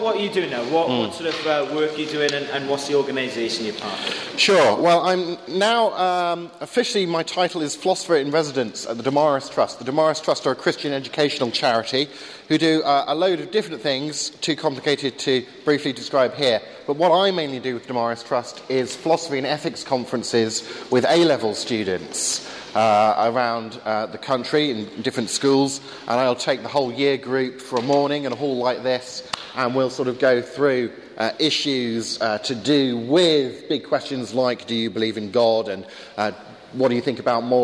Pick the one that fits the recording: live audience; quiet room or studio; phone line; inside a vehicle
live audience